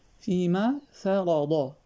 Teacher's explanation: ترقيق الفاء وتفخيم الراء بالضاد